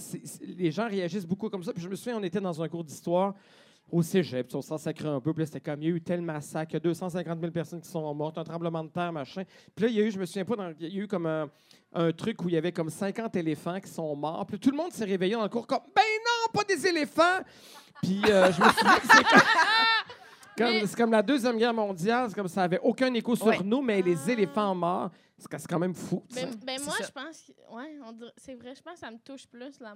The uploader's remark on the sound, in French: Live devant public au 164 Lounge.